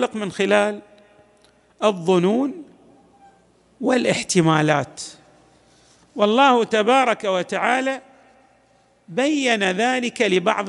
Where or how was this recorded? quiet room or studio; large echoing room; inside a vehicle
large echoing room